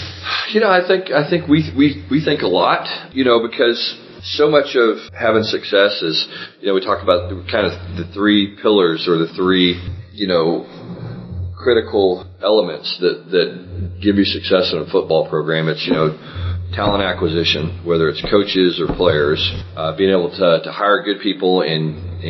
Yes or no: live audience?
no